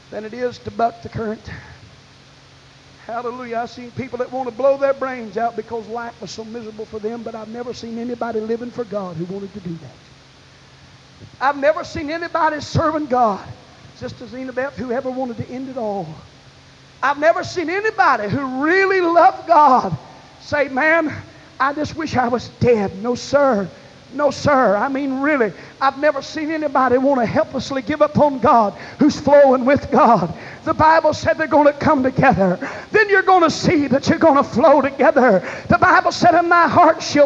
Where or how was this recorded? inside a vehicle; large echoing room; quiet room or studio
large echoing room